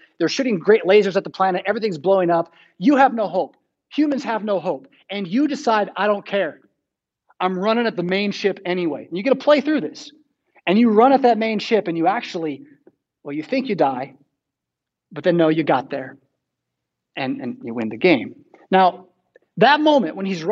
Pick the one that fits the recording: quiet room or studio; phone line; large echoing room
large echoing room